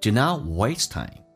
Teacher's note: Do 不被强调降调 Do not 轻轻点一下